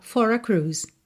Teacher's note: enrolou o R de for